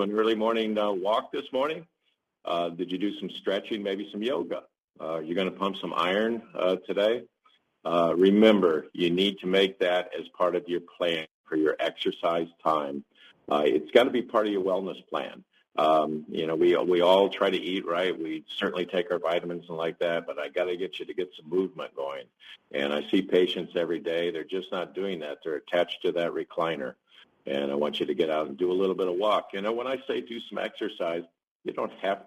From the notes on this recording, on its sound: Many live calls in today's show